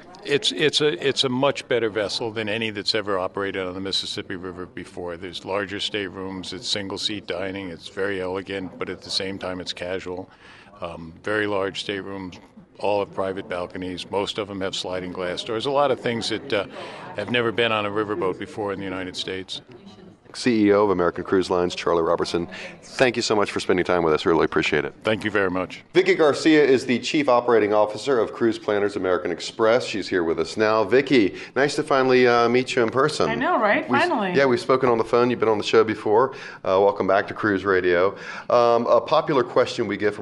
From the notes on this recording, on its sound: we are broadcasting from the Miami Beach Convention Center at Cruise Shipping Miami, a popular cruise industry conference